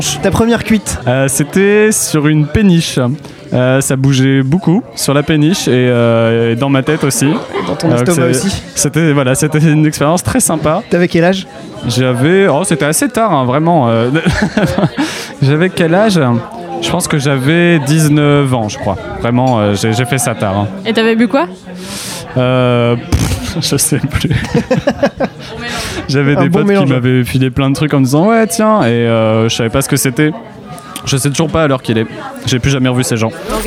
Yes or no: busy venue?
yes